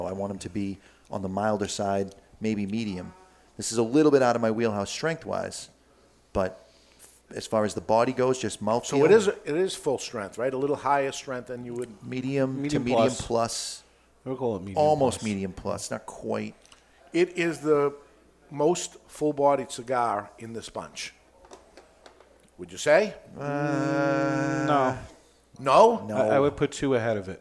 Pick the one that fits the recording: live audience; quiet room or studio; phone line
live audience